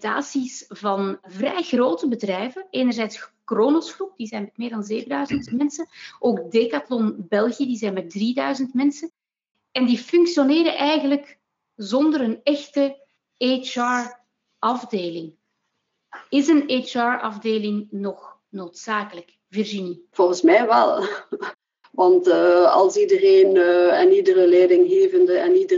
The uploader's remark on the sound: Panel discussion (NL-FR). This episode of HR Talks is a recording of a panel discussion that took place during the recent Virtual HR innov & tech Day (powered by HRMinfo).